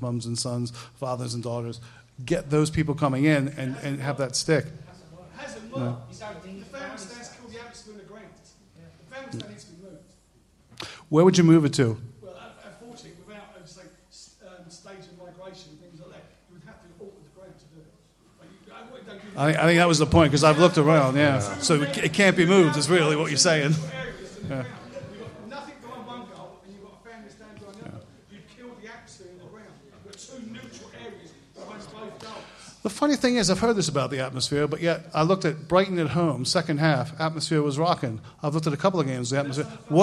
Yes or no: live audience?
yes